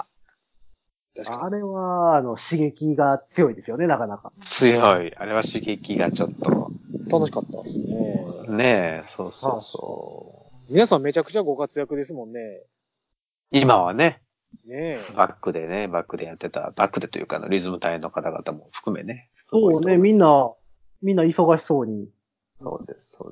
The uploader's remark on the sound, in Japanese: 今回もスカイプの収録ですが、ちょっと音質悪目でございます。